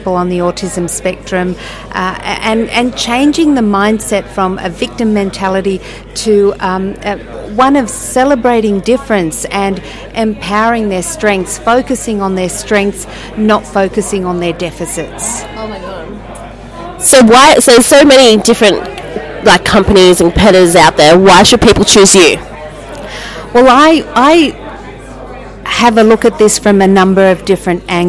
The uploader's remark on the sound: RadioBabes LIVE at the International Millionaires Network Sydney